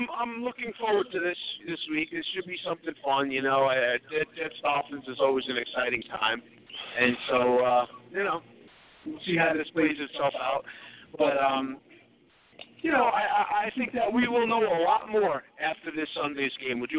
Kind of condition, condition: setting, busy venue